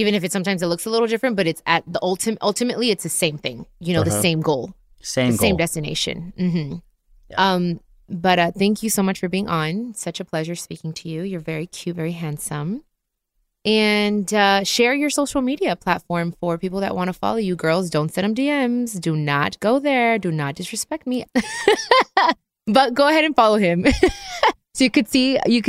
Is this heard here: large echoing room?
no